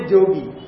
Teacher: पंजाब आदि में सब जलेंगे तो वो योगी नहीं बोलते, जोगी बोलते, यहां भी बोलता है, क्योंकि वो पद के आदि में है योग यकार, तो जगार बोलते हैं। · Term: जकार का उच्चारण